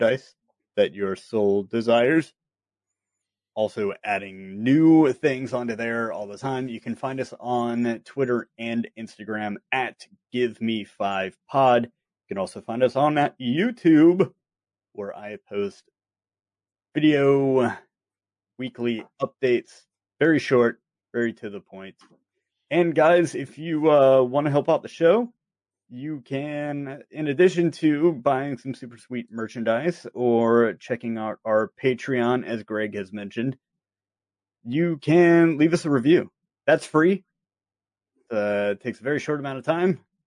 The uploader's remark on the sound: We record using Squadcast.